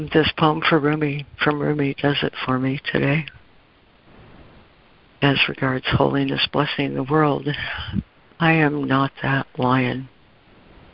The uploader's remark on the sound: ACIM Daily Conference Call